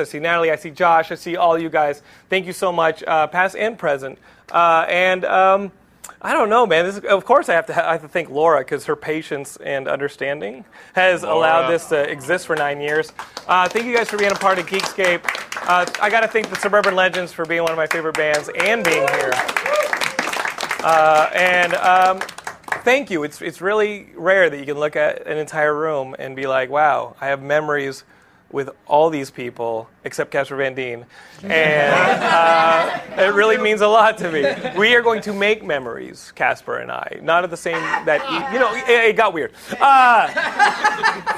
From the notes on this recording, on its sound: Geekscape Episode 400 Live Spectacular! Broadcast Live from TheStream.tv. Live musical performances.